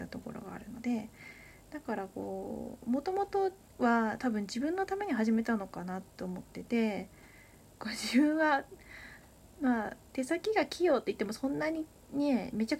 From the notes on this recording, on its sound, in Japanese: From Radiotalk。かなりノイズが入ってしまっていてごめんなさい。